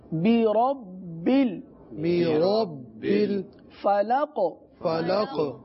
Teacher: قاف پر قلقلہ کیا گیا نا، تو یہ بھی ایک عام غلطی ہے کہ قاف پر قلقلہ نہیں کیا جاتا۔